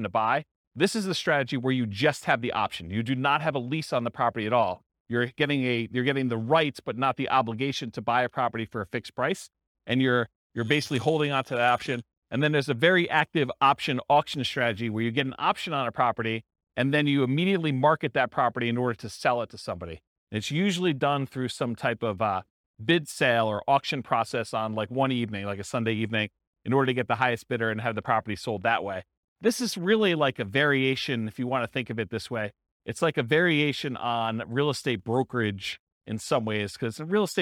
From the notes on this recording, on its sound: This was a live class recorded